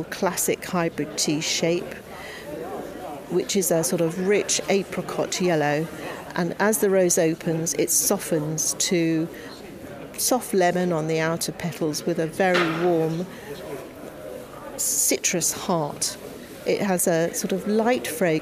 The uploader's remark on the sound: we visit the 2015 RHS Hampton Court Palace Flower Show and hear highlights from the showground